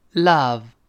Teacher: 倒 v 字的跟倒 e 字的从口型是一样的，只不过倒 v 字是重读。那它它发着啊啊。嘴不要用力分开，不要读啊啊，而是啊啊自然张开。跟老师读一下，love，love，最后那个 v 是上牙触下唇，love 不要读 love 啊，love is inair，love 跟 is 连读，那个 v 跟 a 连到一块读成 loveis，loveis，love is inair，loveis，哎，把它连到一块了啊。然后后面